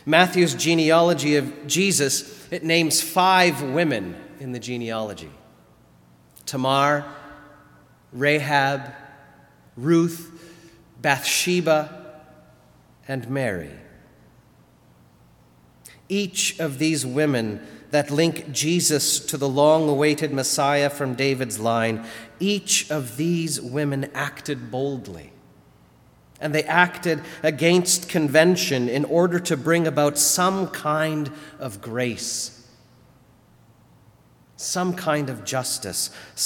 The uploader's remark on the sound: Sermon delivered at All Saints Kingsway on December 22, 2019.